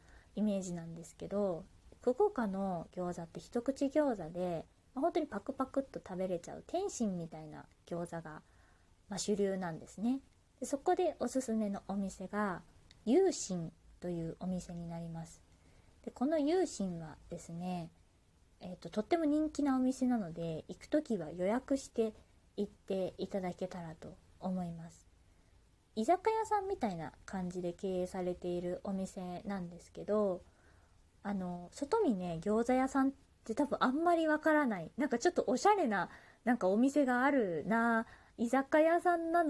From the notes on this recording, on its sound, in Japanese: 自宅でスマホによる収録のため様々な騒音が収録されています、ご了承ください